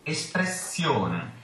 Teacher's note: La finale ione, ione, la ione è sempre chiusa. Okay, so this suffix, it's always a closed O.